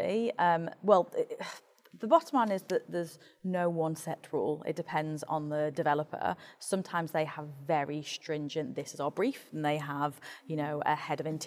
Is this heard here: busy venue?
yes